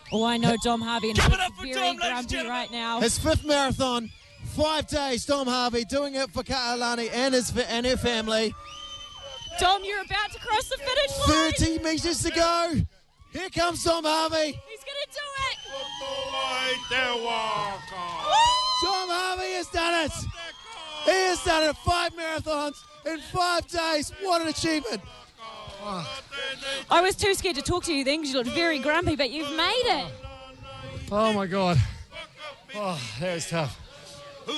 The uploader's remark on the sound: JBS are live at the finish